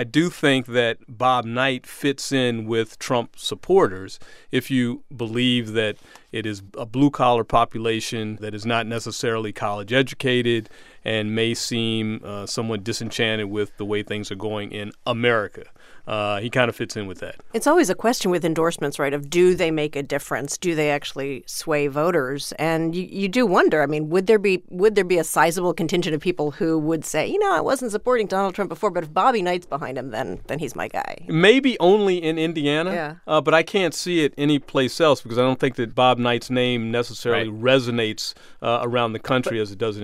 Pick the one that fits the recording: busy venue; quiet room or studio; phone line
quiet room or studio